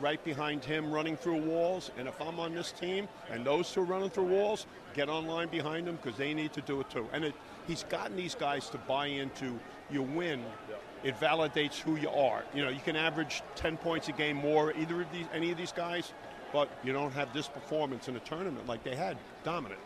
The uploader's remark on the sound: LIVE from NRG Stadium.